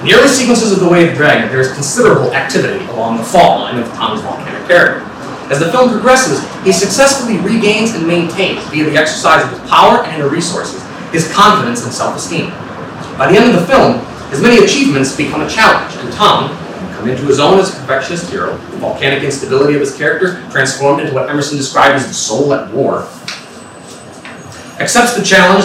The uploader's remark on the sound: This talk was given at the 2018 Martial Arts Studies Conference at Cardiff University.